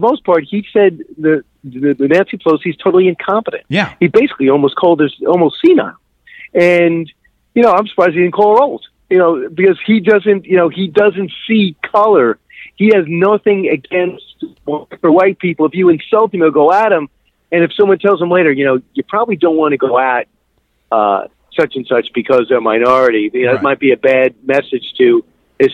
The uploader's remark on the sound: He called in to tell us what Trump told him.